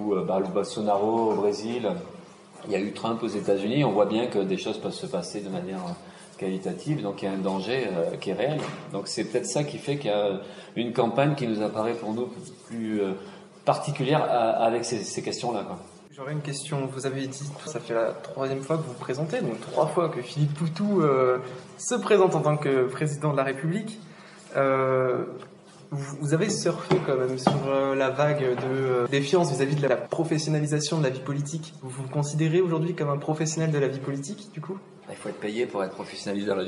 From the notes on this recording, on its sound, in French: La conférence de presse comme si vous y étiez.